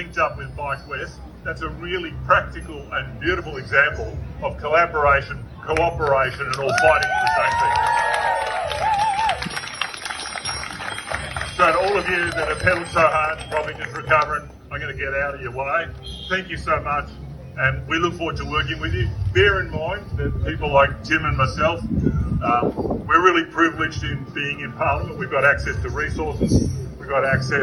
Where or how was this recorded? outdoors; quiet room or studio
outdoors